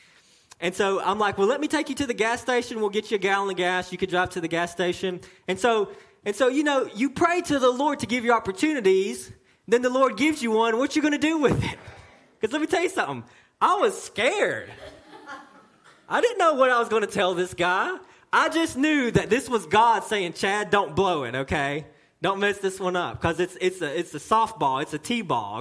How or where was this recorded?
large echoing room